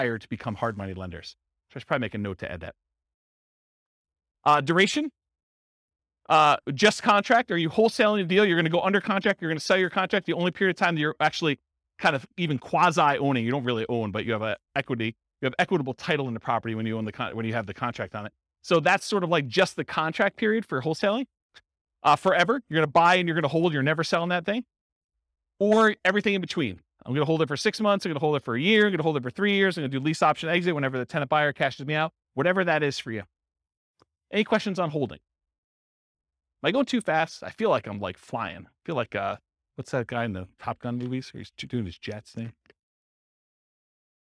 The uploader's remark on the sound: This was a live class recorded